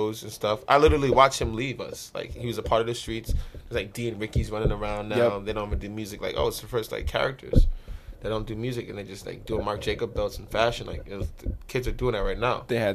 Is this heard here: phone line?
no